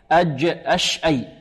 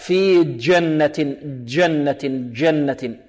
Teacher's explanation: من وسط اللسان، الجيم والشين والياء · Shown in: first take